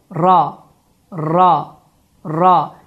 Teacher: ra hərfində təkrarlama qeyd olunur və təkrarlama nəzərə çarpır · Term: təkrar sifəti